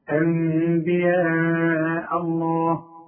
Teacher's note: اذا هنا مش هقول انبياء بس ما اقولهاش نون خالص ما اقولش انبياء وكمان ما اقولش انبياء ما اقولهاش ميم كامل. يحصل في الشفايف انفراج عشان يحصل الاخفاء · Term: اقلاب مع الاخفاء